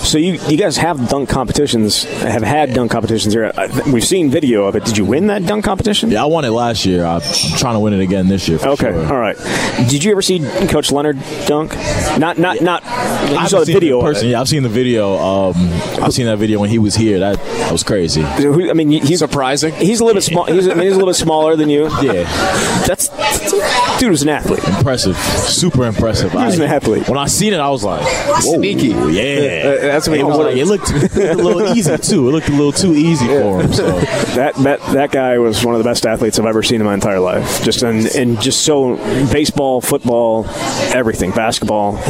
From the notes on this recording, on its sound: live from Monk's in Sun Prairie